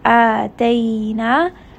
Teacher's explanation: we are merging or gently kind of bringing that fatha sound into the letter ya with sukun · Term: madlin